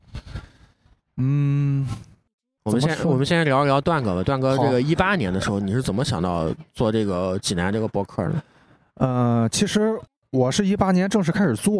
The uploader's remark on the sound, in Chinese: 录音地点：CCPARK一层广场